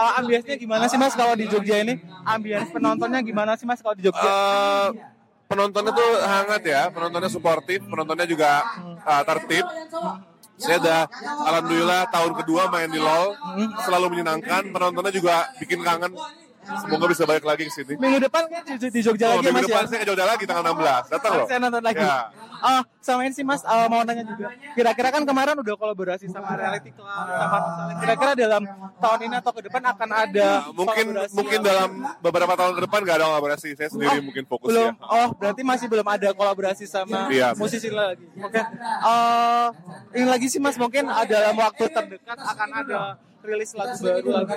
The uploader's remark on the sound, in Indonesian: Eksklusif Interview From Backstage Land Of Leisure